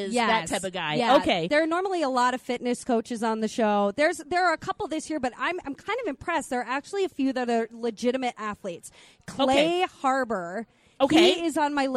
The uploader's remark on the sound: live from the Chart House in Lakeville